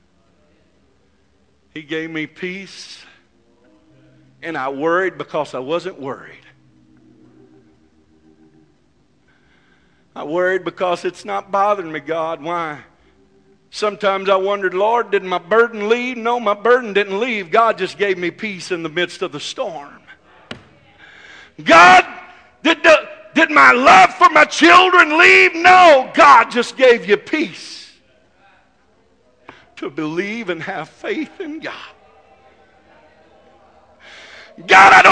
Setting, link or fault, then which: setting, large echoing room